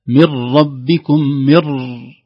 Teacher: إدغمت لأن جاء بعدها حرف الراء من حروف الإدغام